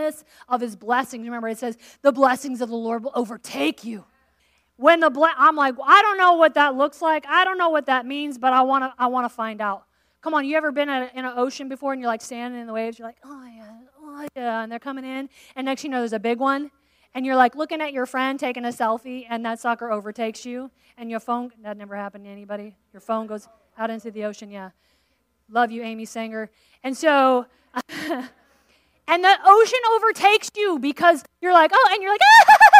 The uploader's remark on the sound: Dive into this podcast episode from session 1 of the West Side Story Conference.